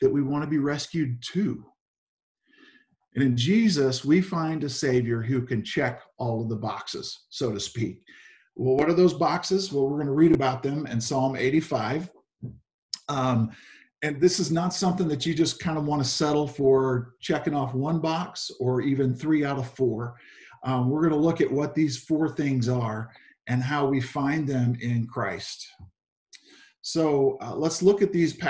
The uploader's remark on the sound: Zoom Sunday